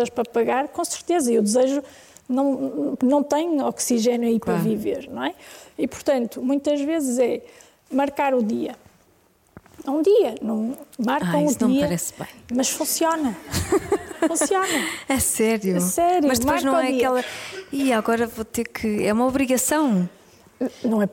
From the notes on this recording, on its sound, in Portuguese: Gravado ao vivo no Auditório de Vila Nova de Gaia.